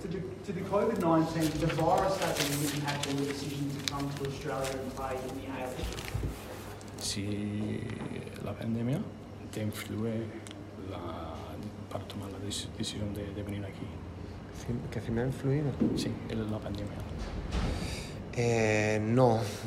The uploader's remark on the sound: Press Conference. Is introduced to media at Coopers Stadium for the first time since arriving in Adelaide.